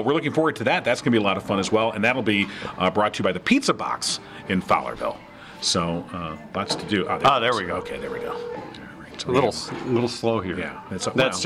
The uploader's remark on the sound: The show is on the road at Howell Nutrition